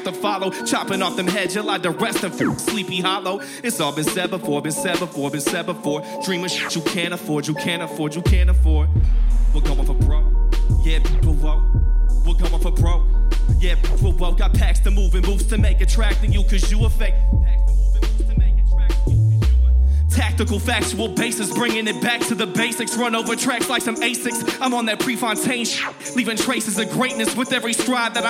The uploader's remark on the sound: This performance was recorded at Square Cat Vinyl. This performance was recorded at Square Cat Vinyl.